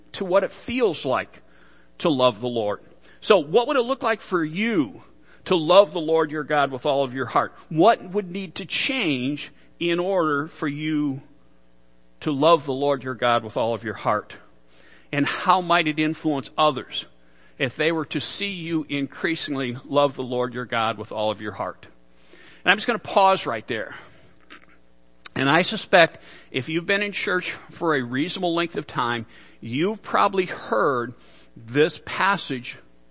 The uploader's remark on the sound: Worship Service - Audio